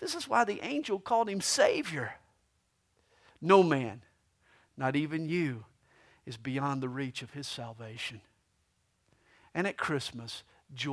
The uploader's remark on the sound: This messages was recorded live during the 2010 Christmas Eve service at CalvaryCSM located in Lilburn, Georgia.